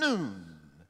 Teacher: the U is long and pronounced as a double O like our noontime